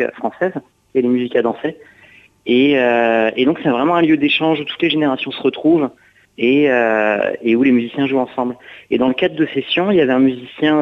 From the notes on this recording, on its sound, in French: invité par téléphone